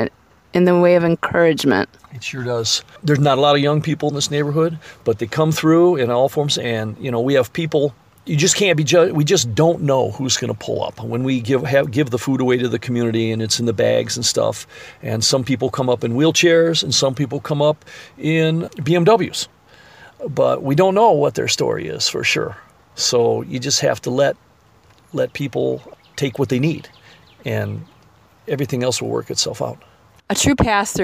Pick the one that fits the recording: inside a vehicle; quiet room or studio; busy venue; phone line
inside a vehicle